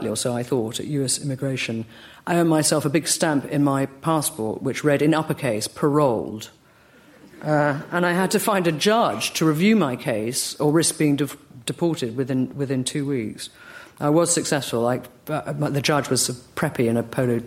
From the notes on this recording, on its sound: LRB Winter Lecture delivered at the British Museum